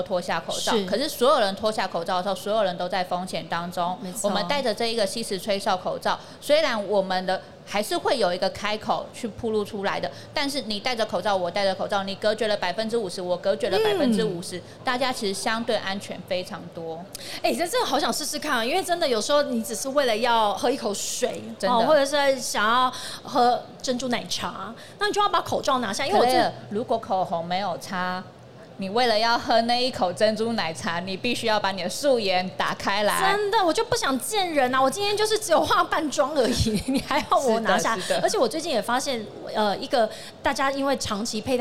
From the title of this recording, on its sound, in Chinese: 2022 Medical Taiwan台灣國際醫療暨健康照護展 -Live Podcast